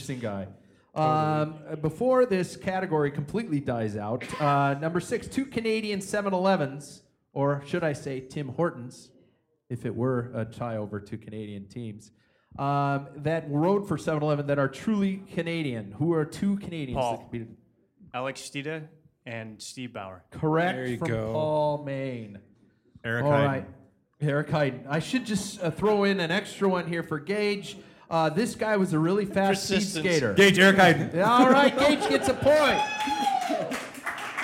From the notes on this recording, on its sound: Live from River City Brewing's Tap Room (insert sad face) for the last time.